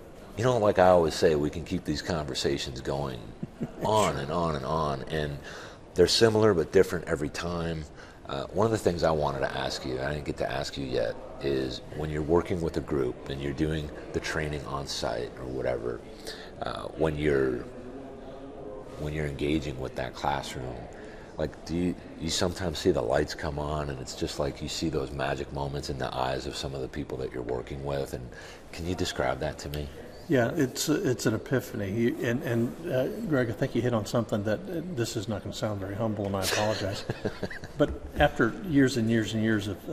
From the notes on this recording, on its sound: From Reliable Plant Conference 2023